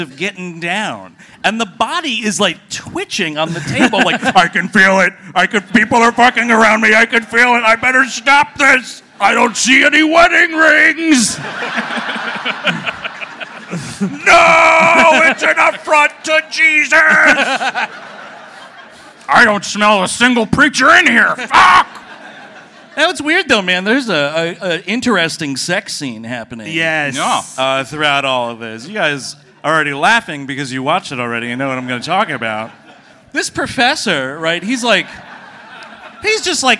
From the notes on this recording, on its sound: Recorded live at City Winery in Chicago, IL.